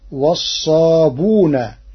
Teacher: قرأ ورش كلمة والصابئون بضم الباء وحذف الهمز، فتصير عنده والصابون تخفيفا وتسهيلا.